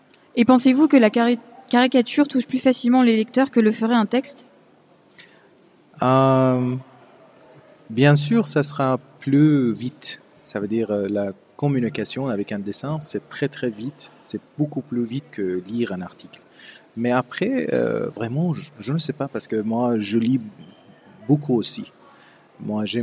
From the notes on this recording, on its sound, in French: emission en direct du Memorial de Caen pour les rencontres du dessin de presse